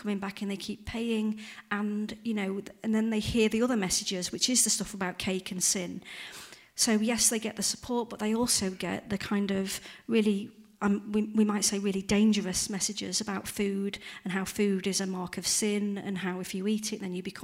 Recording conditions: live audience